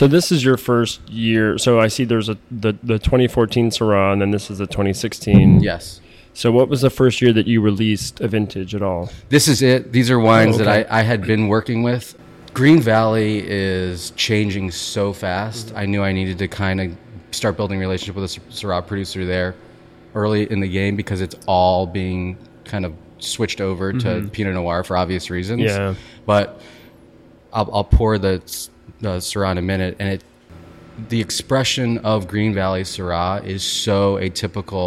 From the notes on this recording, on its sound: They record the episode from the LA Wine Bar